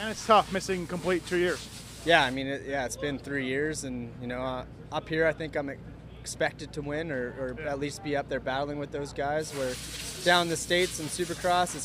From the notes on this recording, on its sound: Post-race interviews from the motherland